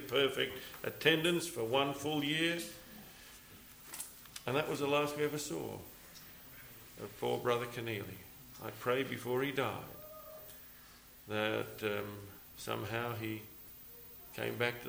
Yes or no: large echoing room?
yes